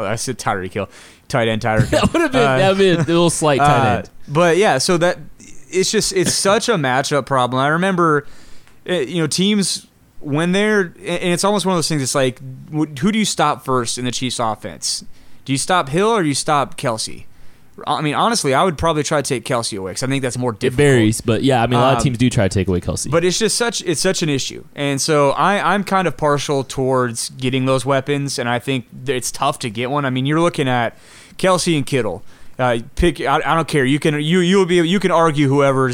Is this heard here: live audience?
no